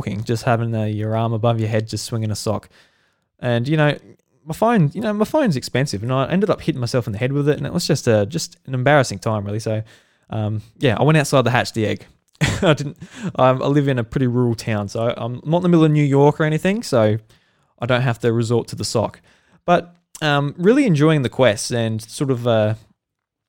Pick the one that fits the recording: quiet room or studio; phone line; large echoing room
quiet room or studio